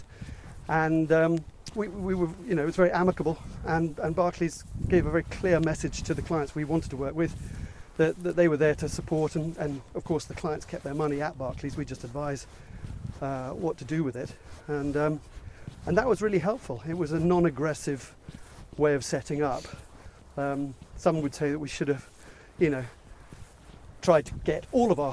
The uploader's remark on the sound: Walking around Ardington House in Oxfordshire